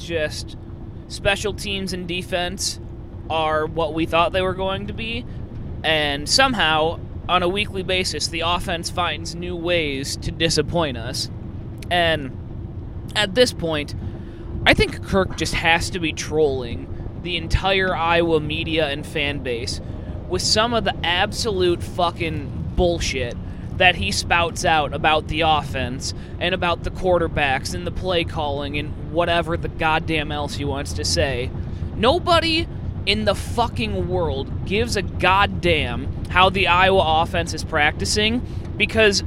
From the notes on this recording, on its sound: We recorded live on the way to Columbus